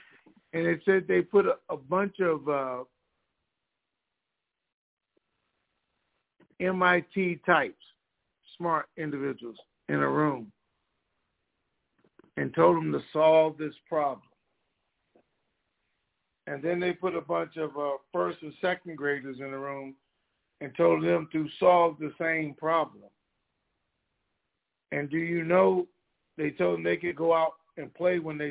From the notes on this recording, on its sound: TNTSuperfantastic Conference Call